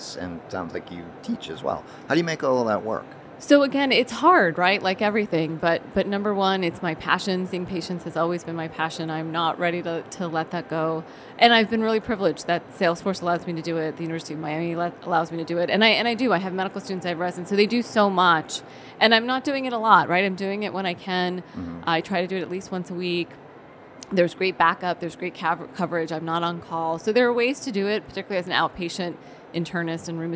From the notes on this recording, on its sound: live from the floor of the HLTH conference